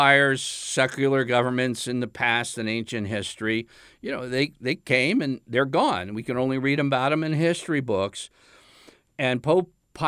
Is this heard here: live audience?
no